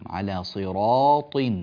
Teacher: سبب التفخيم وجود حرف الطاء المفخم بعد هذه الراء. فإذا جاء حرف الطاء أو حرف مفخم بعد الراء التي حقها الترقيق فإنها لا ترقق، لأجل هذا كما درسنا ذلك في أحكام رواية ورش من طريق الأزرق.